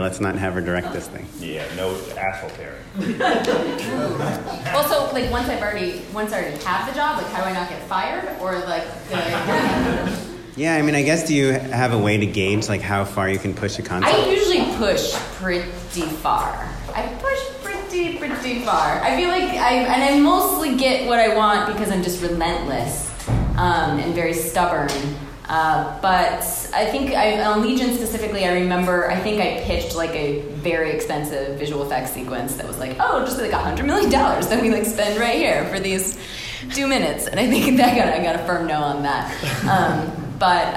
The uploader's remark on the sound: Our winter Live Show has finally arrived!